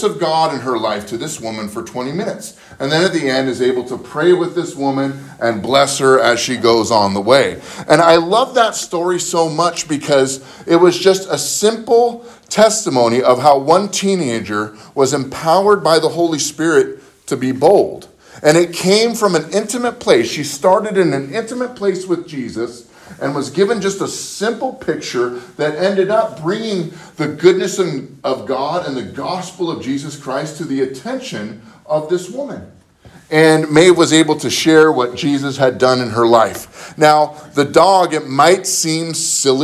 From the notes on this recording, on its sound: spoken at Living Word Lutheran Church in Graham Washington